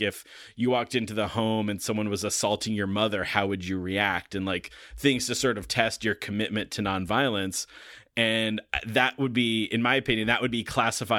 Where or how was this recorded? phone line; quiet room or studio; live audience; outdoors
quiet room or studio